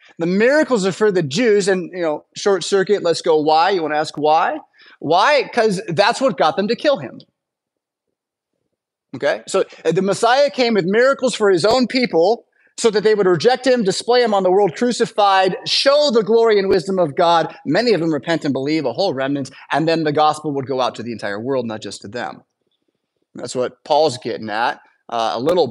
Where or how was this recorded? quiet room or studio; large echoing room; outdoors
large echoing room